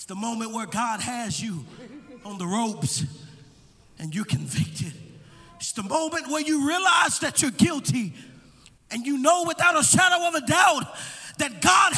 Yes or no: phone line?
no